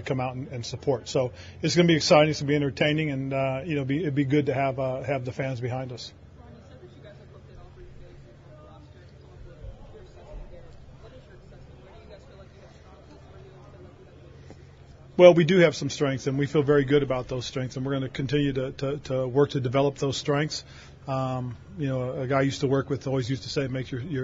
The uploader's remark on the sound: held a press conference from the NFL Combine